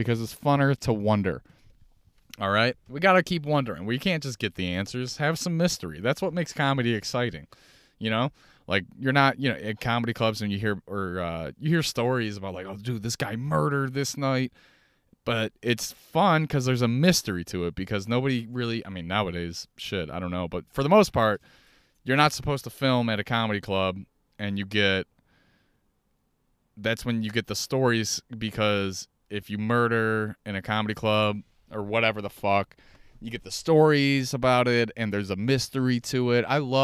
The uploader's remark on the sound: Hey i talk on and on from my car.